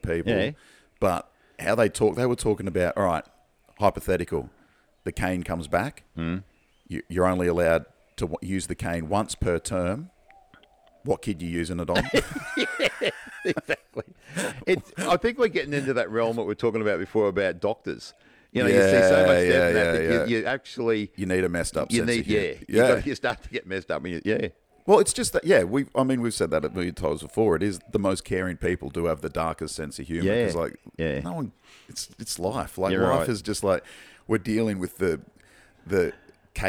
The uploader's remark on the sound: This week the boys are both in QLD and podcasting from the outside deck (sorry about the pigeon.)